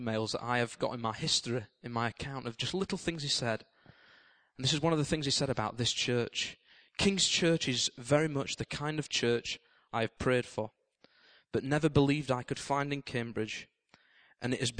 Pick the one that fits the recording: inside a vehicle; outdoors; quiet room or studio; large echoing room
large echoing room